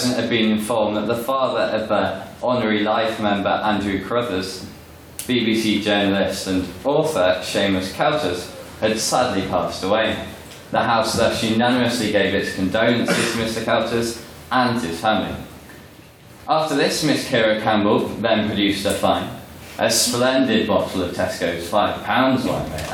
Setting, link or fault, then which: setting, live audience